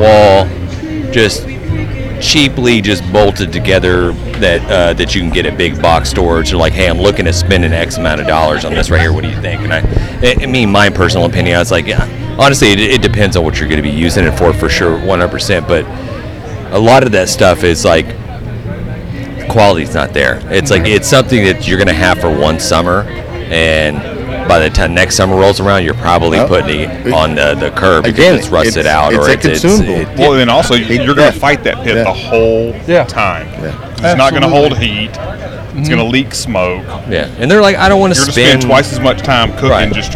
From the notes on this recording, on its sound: The Best Lineup from the American Royal 2023. In this episode we on location at the 2023 American Royal.